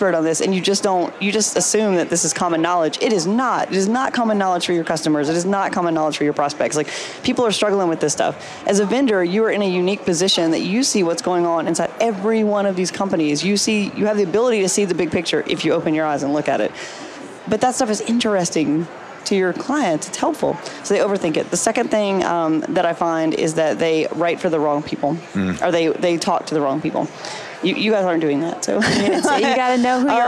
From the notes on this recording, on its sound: LIVE from Las Vegas, at #HRTechConf